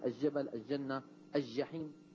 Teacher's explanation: اللام عند الجيم يأتون بها شمسية فيقولون الجبل، الجنة، الجحيم، هذا غلط.